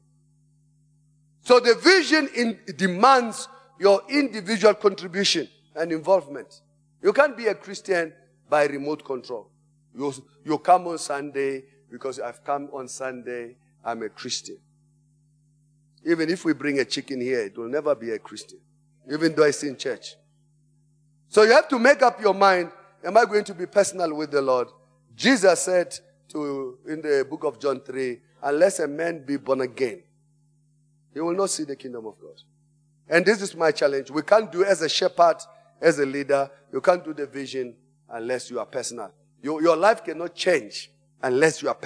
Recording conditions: large echoing room